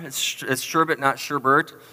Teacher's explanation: It's sherbet. There's no R.